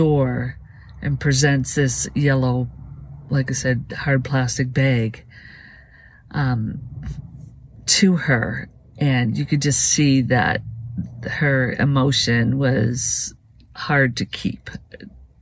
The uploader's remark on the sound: These are vehicle videos so there will be some sound in the background. Vehicle Videos(VV) are unscripted, unedited, focused videos in our vehicles ! The audio is from within a vehicle.